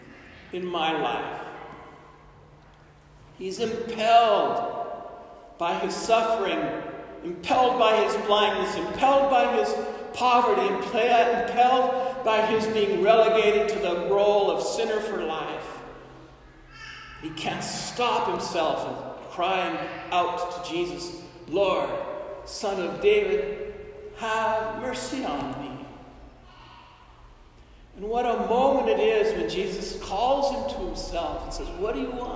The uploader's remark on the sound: This homily was delivered at Saint Therese Church in Albuquerque, New Mexico on October 24, 2021.